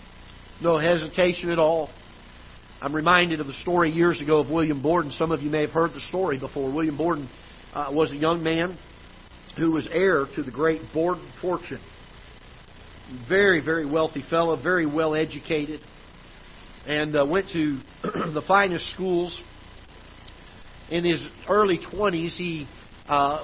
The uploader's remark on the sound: Ketha Heights Baptist Church ~ Live Broadcast